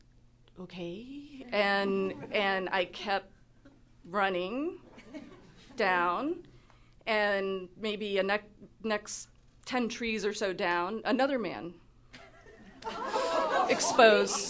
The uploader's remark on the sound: At our March 2014 live event.